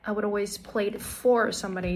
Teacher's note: Thường thường là cái chữ for nó là một cái grammatical word cho nên mình sẽ không bao giờ nhấn vào đó hết.